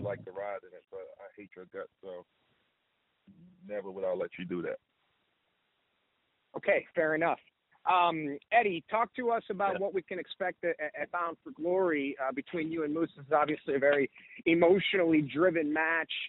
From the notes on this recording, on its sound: Media Teleconference Interview